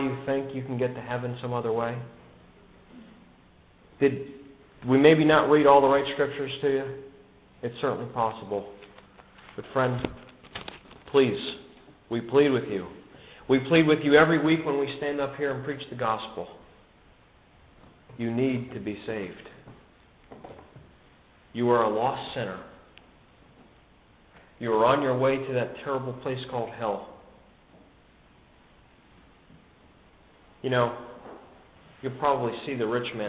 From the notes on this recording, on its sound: given at the Brookfield Gospel Hall in Brookfield, CT